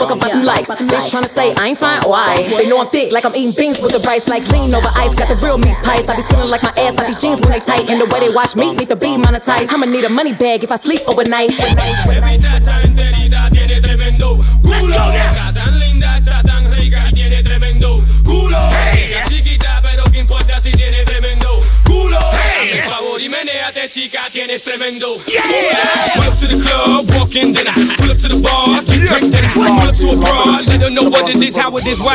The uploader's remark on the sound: Live Audio I 9/16/23 I Attic Night Club